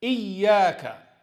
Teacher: Iyyaka, as you can see, the ya is stressed. Iyyaka. So he shouldn't say Iyyaka, and linguistically it changes the meaning as well.